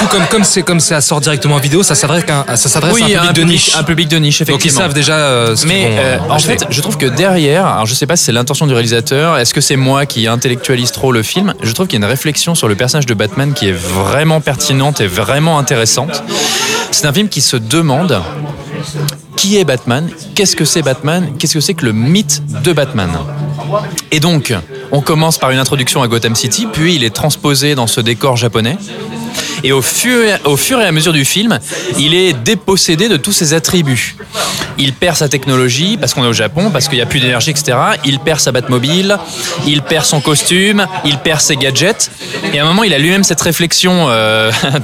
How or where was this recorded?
busy venue